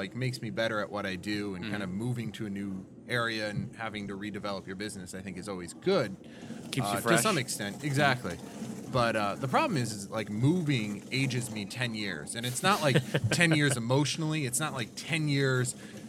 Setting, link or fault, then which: setting, busy venue